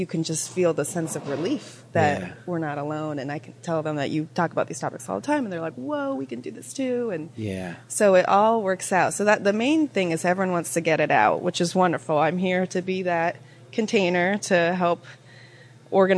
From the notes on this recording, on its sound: Reporting live from CNU24 in Detroit